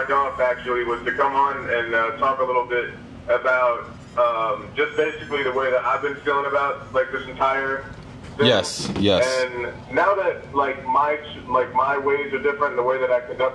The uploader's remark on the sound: Various callers, including usual guests and others call in to discuss their feelings and frustrations. Music keeps playing....